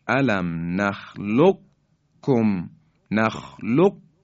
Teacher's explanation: قاف در کاف ادغام میشه و ما کاف رو مشدد و محکم بیان میکنیم. الم نخلقکم، قاف در حقیقت ادغام میشه در کاف. · Term: ادغام متقاربین